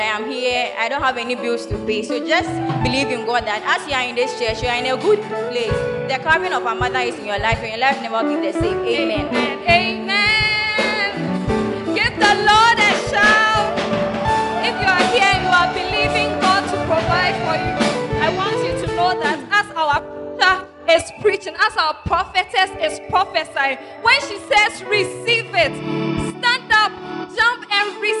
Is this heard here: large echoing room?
yes